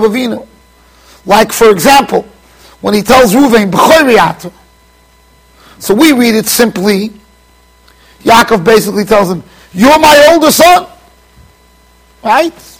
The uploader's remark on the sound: Shiur recorded in Yeshivas Ohr Reuven, Monsey NY.